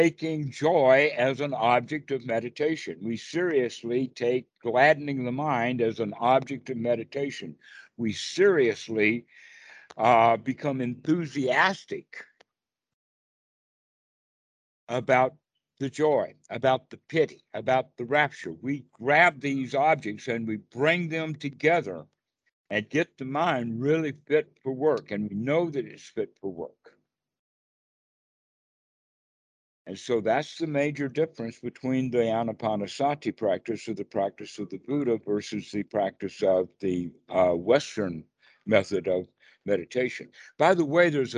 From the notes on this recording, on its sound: Skype calls on this channel.